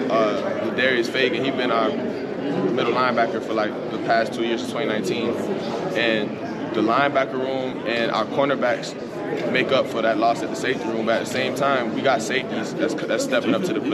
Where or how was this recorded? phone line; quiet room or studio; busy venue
busy venue